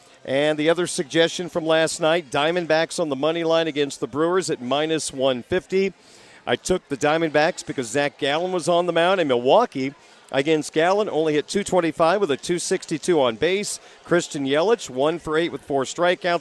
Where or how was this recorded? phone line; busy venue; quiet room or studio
busy venue